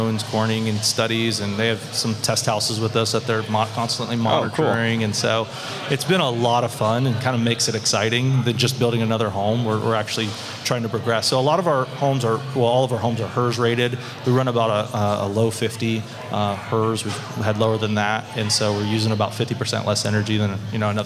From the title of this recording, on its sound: Live from Buildertrend University